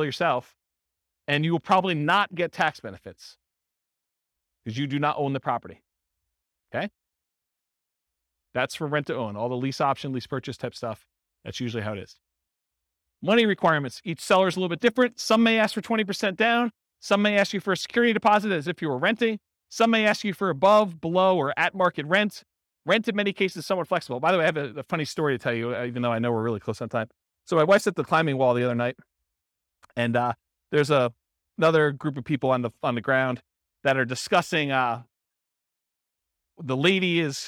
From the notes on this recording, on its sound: Real estate entrepreneurs in Brandon, Florida. This was a live class recorded. The live in-person version.